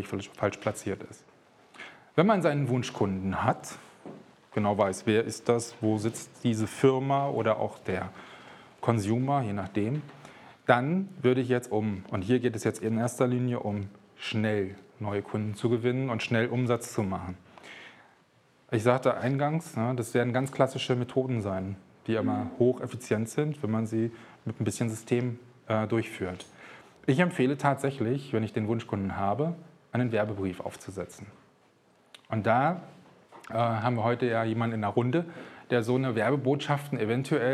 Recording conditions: live audience